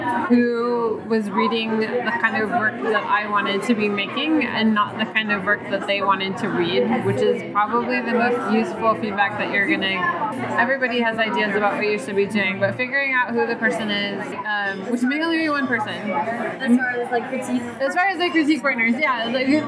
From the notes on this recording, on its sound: this interview has significant background noise